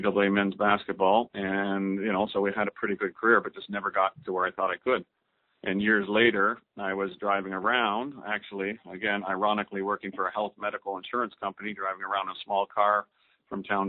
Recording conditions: phone line